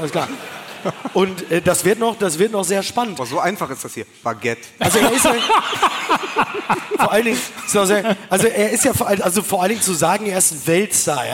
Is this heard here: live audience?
yes